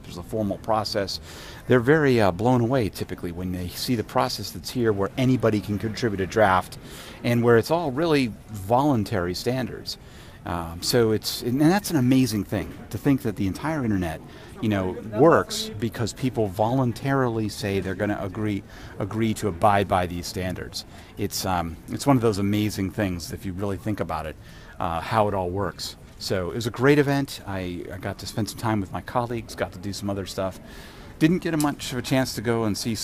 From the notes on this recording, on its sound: In Tokyo on my way home from IETF97. This was recorded in Narita airport in Tokyo.